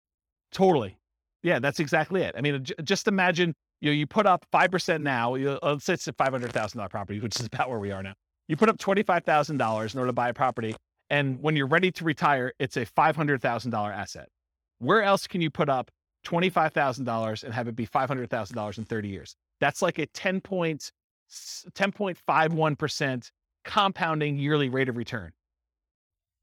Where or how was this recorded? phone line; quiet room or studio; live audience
live audience